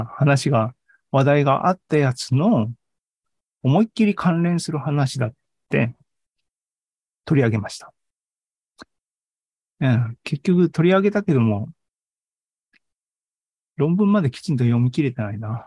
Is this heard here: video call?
yes